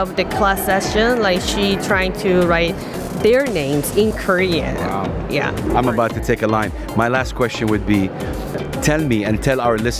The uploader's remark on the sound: Live from SIBF 2023. Republic of Korea Booth.